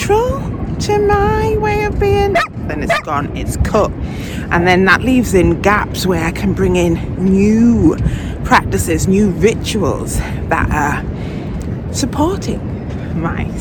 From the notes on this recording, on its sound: while walking the North-East coast and taking you along with her